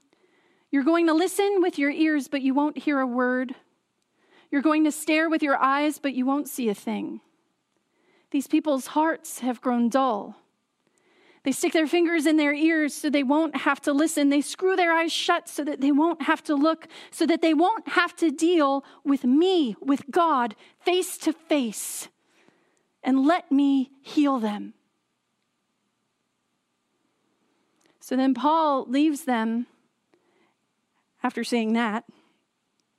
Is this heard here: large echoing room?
yes